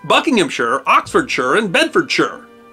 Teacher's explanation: The reason is not laziness or dialect, it's that the pronunciation of those names was set before the Great Vowel Shift, when shire would have been pronounced sheer